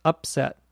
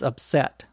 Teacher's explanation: notice the accent on the verb is on the second syllable · Shown in: second take · So when it's a noun, it's upset.